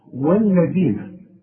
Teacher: كلمة والذين لازم تطلع لسانك في الدال